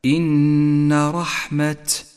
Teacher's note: رحمة رسمت بالتاء المبسوطة، والواجب عليك أن تعاملها معاملة التاء المبسوطة، أي أن تهمسها إذا وقفت عليها مضطرا